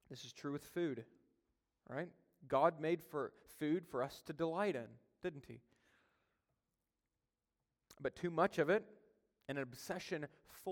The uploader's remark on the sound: during a Sunday Evening Service